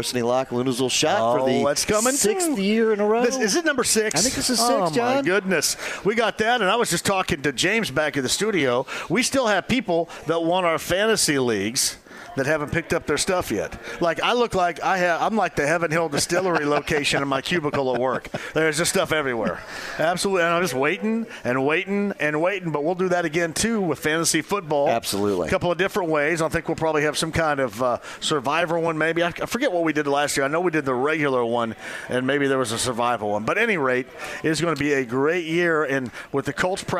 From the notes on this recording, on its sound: Live From Union Jack Pub in Broad Ripple!